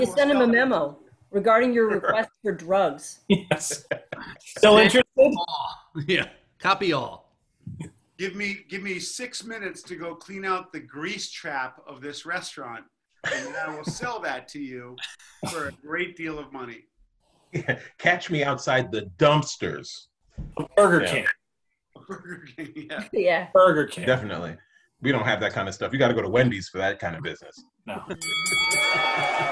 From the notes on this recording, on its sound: Two stories recorded for a live ZOOM Audience.